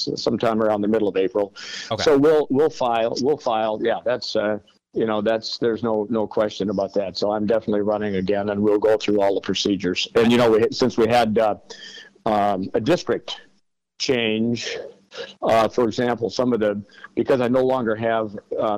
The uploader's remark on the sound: was able to have a phone call